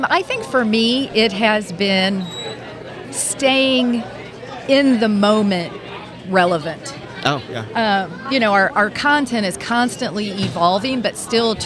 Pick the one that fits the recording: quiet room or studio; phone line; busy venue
busy venue